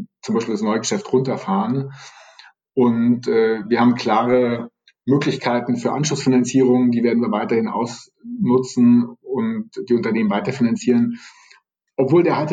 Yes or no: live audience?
no